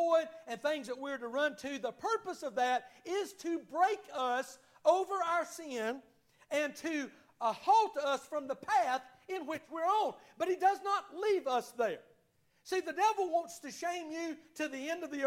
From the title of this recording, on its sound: Sunday morning service at Liberty Baptist Church